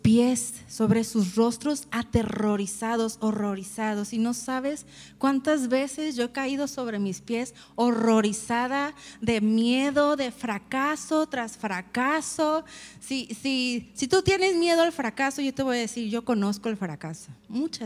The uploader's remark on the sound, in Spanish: Conferencia En Vivo 2019